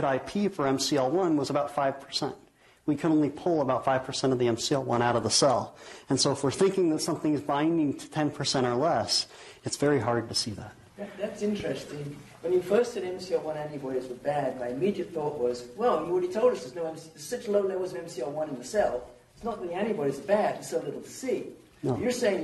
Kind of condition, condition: setting, live audience